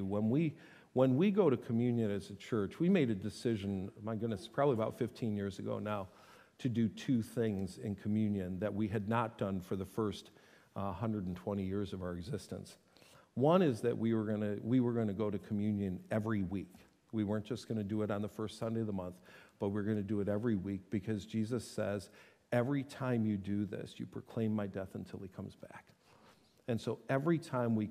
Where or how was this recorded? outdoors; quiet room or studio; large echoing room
large echoing room